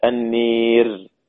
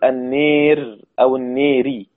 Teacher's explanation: بيميل الألف قبل الراء المتطرفة المكسورة. الناري، الراء هنا مكسورة، يقول النير أو النيري، سواء كان في الفصل أو في الوقف. · Term: بإمالة الألف